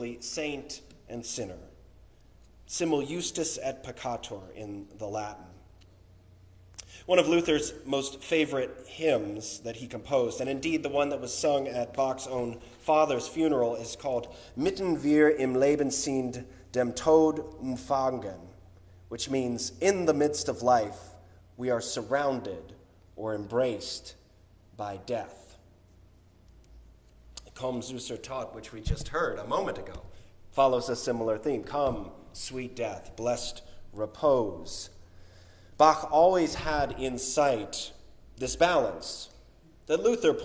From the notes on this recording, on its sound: Recorded on March 26, 2023 - 5th Sunday in Lent and "Bach Sunday" at Union Congregational Church.